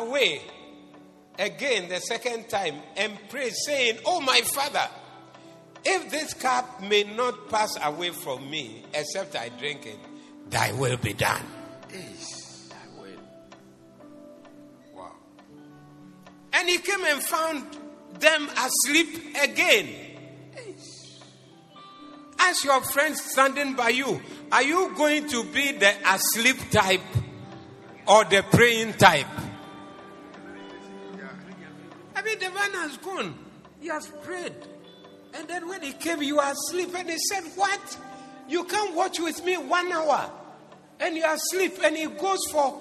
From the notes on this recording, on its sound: Preached at the Zeloo Service